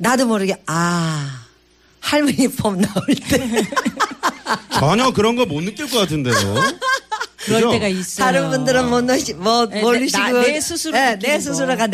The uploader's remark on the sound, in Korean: 연말특집 공개방송 토닥토닥 2016 콘서트